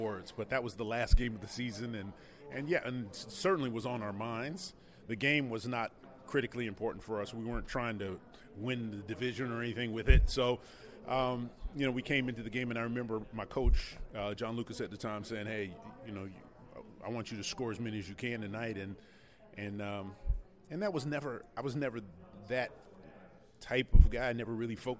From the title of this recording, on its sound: Recorded at the V Foundation Gala in Sarasota